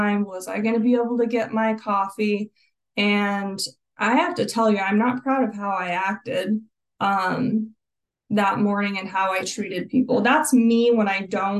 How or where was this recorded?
video call